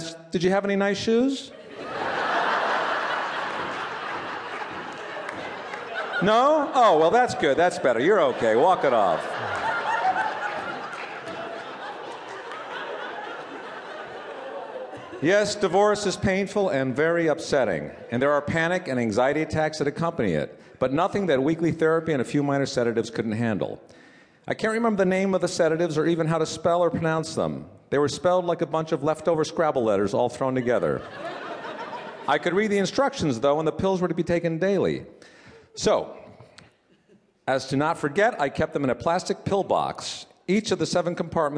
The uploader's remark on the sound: This piece was recorded at Un-Cabaret's series "Say the Word", featuring great comedy writers reading their own original first-person nonfiction at the Skirball Cultural Center in Los Angeles.